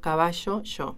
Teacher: Y los rioplatenses damos un paso más todavía y en lugar de decir caballo yo, decimos caballo yo, ¿sí? O sea, ese ruido un poquito sonoro, o sea, que no deja pasar el aire del todo, es lo que se llama rehilamiento